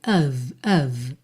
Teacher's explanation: O O tem o som de A, e o F tem som de V